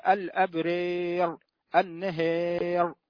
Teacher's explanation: وجب أن تغلظ الراء لأنها تصير ساكنة قبلها فتحة